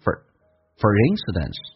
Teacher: for 不被强调可以说话弱化成一个 f